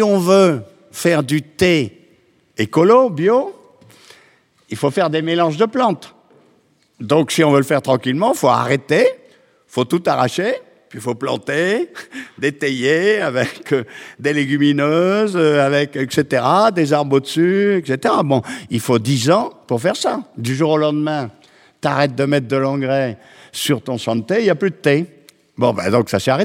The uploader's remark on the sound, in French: Enregistrée en public à l’Académie du Climat.